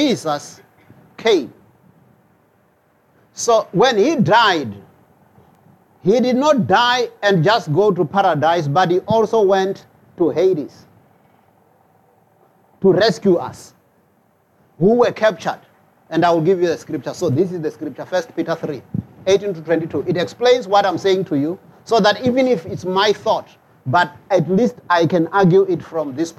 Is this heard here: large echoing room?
yes